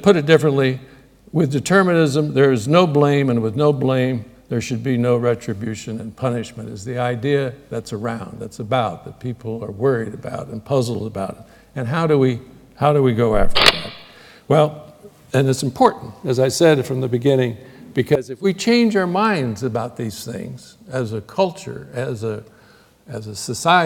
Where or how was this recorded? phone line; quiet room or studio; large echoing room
large echoing room